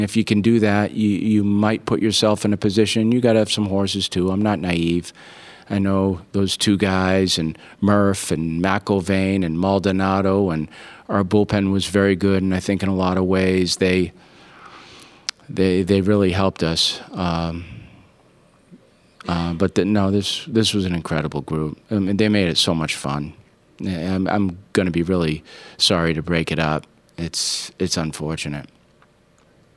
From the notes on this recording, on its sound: postgame, CWS Final press conference